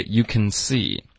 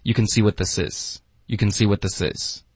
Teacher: What 结尾的 t 会省略，然后咬舌尖导致一个停顿，这样你就连发到 this · Term: 省略音